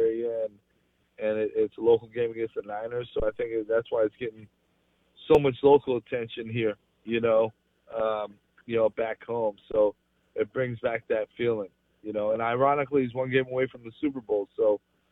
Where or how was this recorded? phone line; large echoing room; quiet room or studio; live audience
phone line